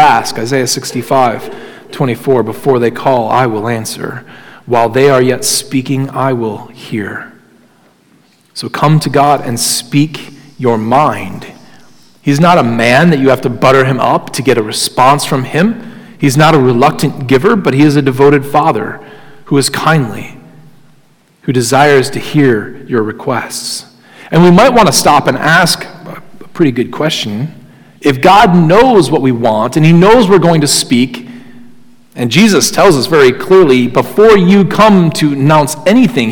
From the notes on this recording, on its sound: Sermon Audio from Crossway Christian Church